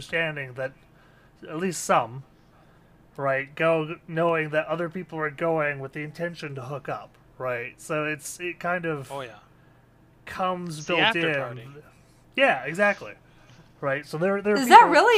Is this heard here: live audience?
no